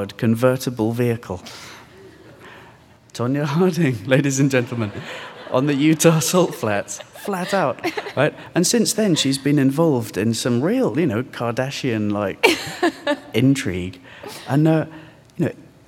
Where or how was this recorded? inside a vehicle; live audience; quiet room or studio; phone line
live audience